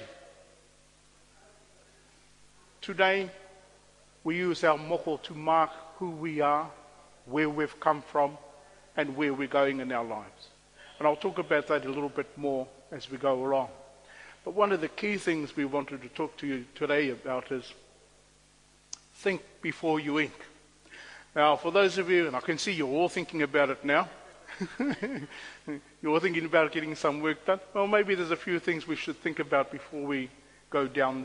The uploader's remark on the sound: on Waitangi Day he presented a lecture